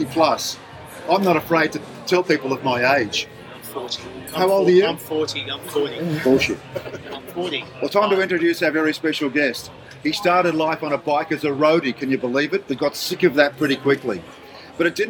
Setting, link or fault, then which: setting, busy venue